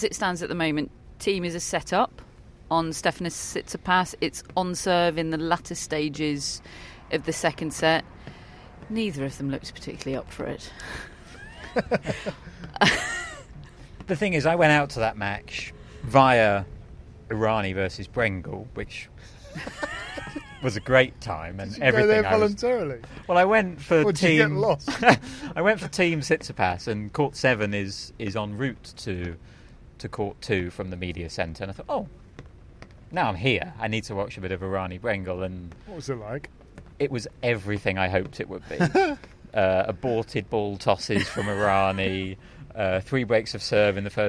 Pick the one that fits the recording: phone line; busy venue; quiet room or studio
busy venue